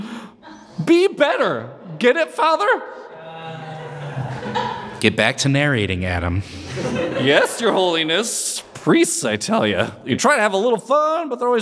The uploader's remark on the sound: LIVE SHOW!